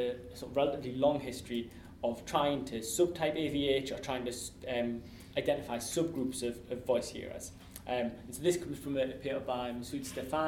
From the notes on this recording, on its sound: This podcast was recorded on Thursday 12 March 2015 as part of the Hearing the Voice Lecture Series.